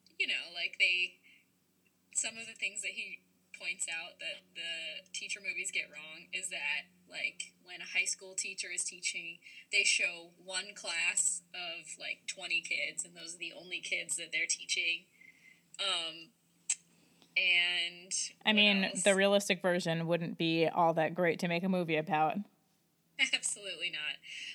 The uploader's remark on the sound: We figured out how to podcast from two locations (yay!). We made a rookie mistake and the sound quality is lacking.